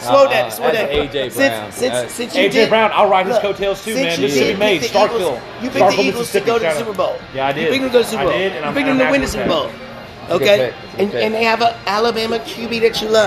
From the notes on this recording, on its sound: Live at Macados!